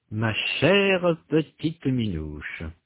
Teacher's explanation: Dans la deuxième colonne, le E est prononcé pour éviter trois consonnes qui se suivent · Term: E instable